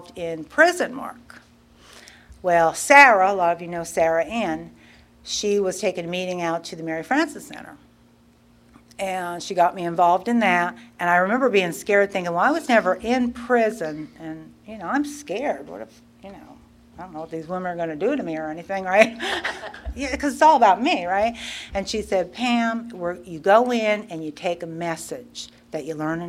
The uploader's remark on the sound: tells her story at the 34th Freedom From Bondage Conference in Aberdeen NC in 2023.